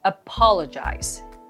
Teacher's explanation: しっかりアクセントも把握しておきましょう。最初の O です。